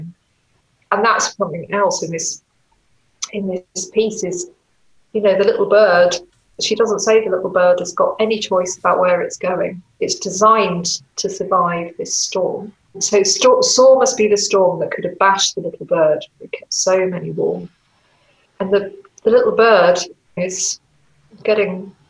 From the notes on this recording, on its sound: Online, via video call. For one of our 'Lockdown Exchanges' that took place as part of City of Literature - a week of conversations, reflections and connections presented by the National Centre for Writing and Norfolk & Norwich Festival.